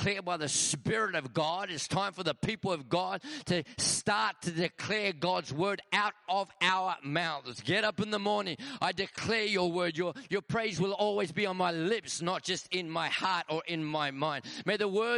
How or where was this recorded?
large echoing room